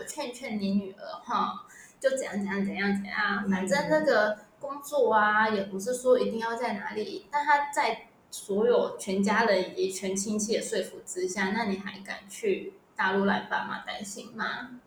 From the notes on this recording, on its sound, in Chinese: 本集仍是遠距錄音，音檔品質欠佳